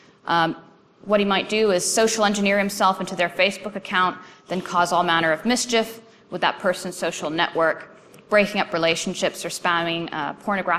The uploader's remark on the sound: presentation from AusCERT's 2013 conference.